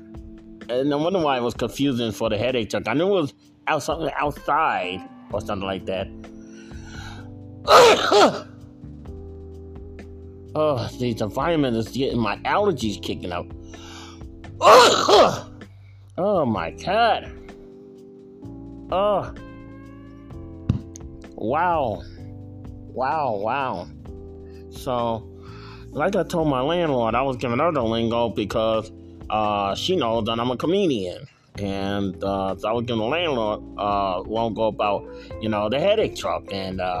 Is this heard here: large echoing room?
no